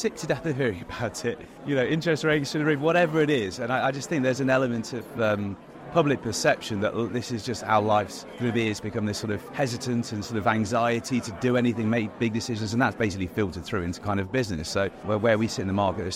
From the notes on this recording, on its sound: At the KBSA annual conference at The Belfry to meet up with loads of top independent kbb retailers.